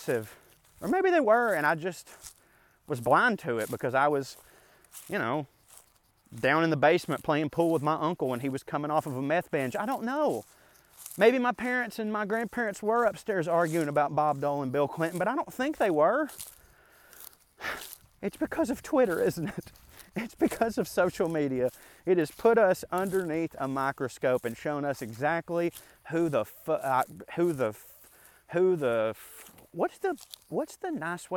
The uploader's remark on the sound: a rant I went on while walking through the woods